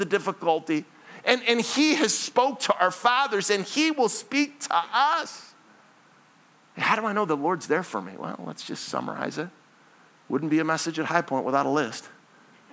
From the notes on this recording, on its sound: This message was originally preached at Highpoint Church on Sunday, December 3, 2023